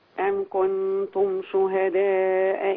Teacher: شهداء مد متصل توسط أربع حركات